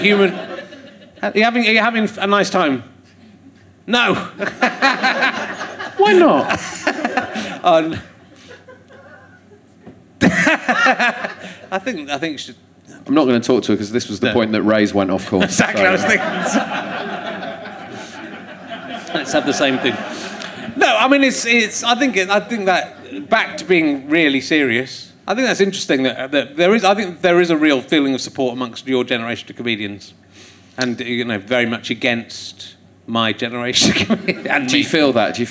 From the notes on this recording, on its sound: Leicester Square Theatre Podcast. Finds a woman in the audience who doesn't seem to know where she is. She continues to be bamboozled throughout the show.